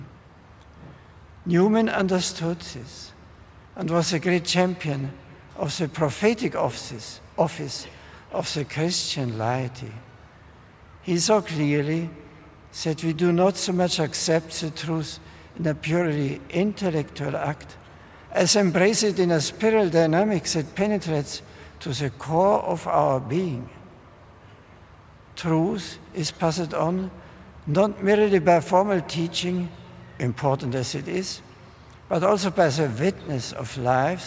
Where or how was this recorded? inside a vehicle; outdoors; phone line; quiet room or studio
outdoors